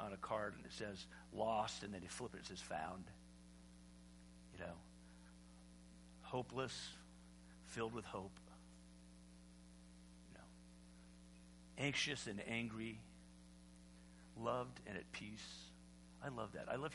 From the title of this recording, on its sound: Easter Sunday Service (sermon only)